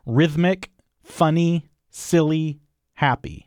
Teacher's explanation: all of these, yes, with stress on the first syllable